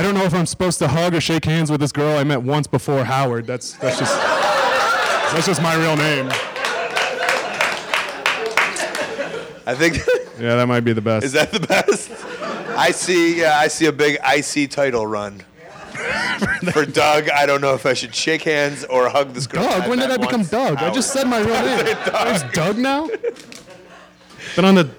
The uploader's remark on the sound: Gainesville LIVE. Live from FEST in Gainesville, FL.